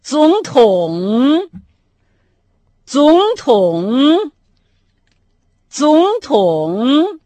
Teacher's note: Президент по-китайски «цзонтон». Оба компонента произносятся с третьим тоном, поэтому начальный третий тон, по общему правилу, переходит во второй.